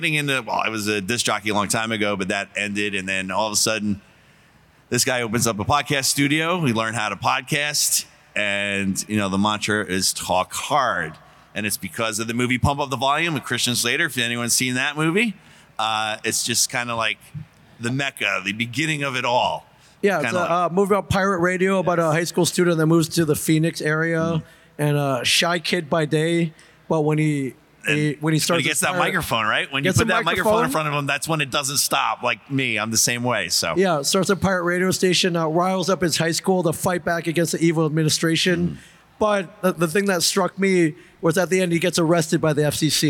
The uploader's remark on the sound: Live from Comicpalooza! LIVE from Comicpalooza 2023.